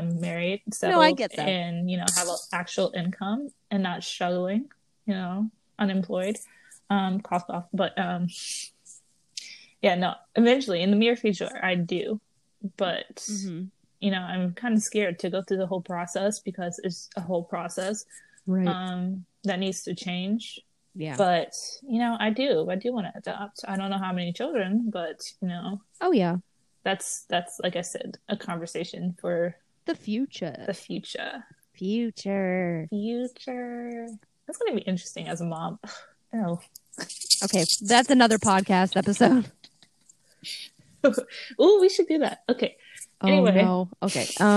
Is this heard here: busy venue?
no